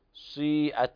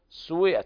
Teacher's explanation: كلمة سيئت قرأ ورش بإشمام صوت الكسرة الضم، سيئت هكذا، وهي حركة مركبة يقدمون جزء الضم هو الأقل ثم الكسرة هو الأكثر · Shown in: first take · سيئت سيئت هكذا، وبعض الناس يقرأ لحنا سويئت، هذا خطأ.